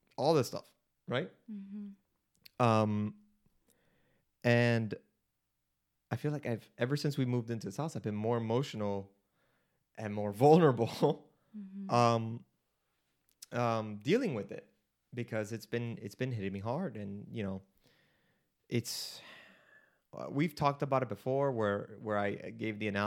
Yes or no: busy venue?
no